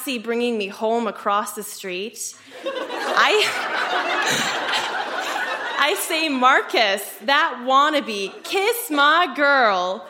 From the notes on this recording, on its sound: Recorded live at The Rec Room in Edmonton.